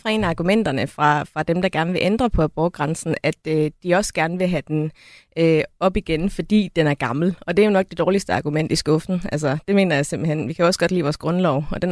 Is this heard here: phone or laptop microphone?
no